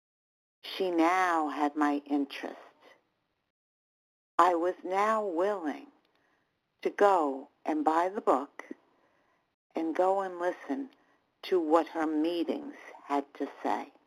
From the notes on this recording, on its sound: 100 Pounders Phone Meeting